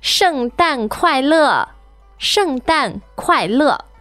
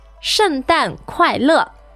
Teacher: the great thing about this greeting is it's four fourth tones, which is much easier for us foreigners to pronounce than many others.